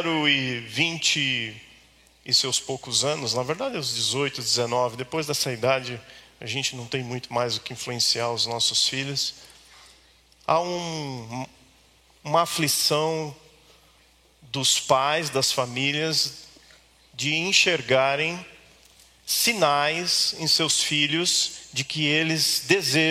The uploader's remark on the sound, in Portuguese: Culto ao vivo IBMorumbi